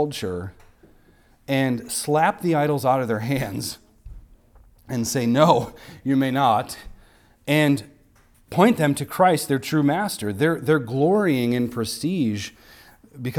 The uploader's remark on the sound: recorded on Sunday, February 18th, 2024, at the weekly worship gathering of Cross & Crown Church